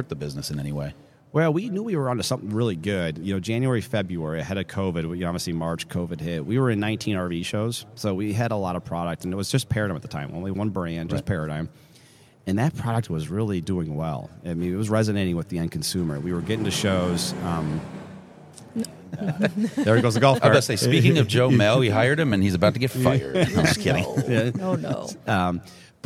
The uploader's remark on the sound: Live from the 2024 Flordia RV SuperShow.